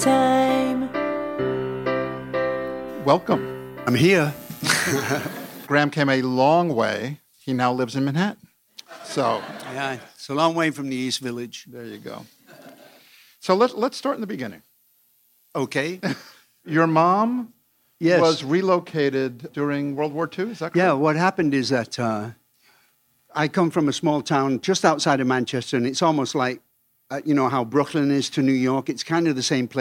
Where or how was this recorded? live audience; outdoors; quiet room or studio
live audience